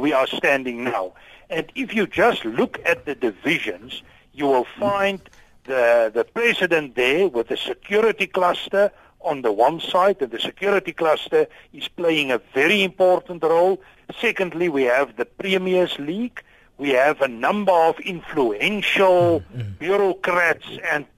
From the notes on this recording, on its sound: we are joined on the line